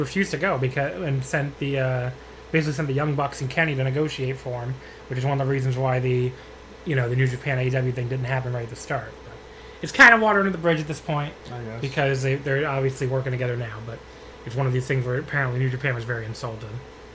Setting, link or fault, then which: fault, sounds in the background